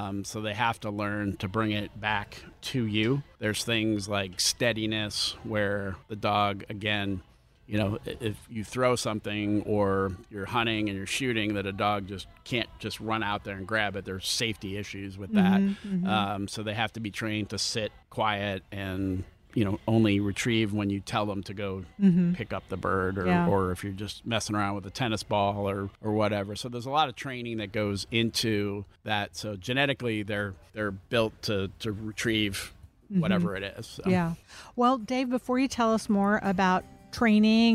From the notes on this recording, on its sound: Recorded at Tusculum Brewing Company